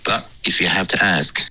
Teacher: 你的 but 结尾呢没有顶舌尖，你说的是 but 的这个音，感觉是用了一个喉音停顿，不要养这个习惯，这不好。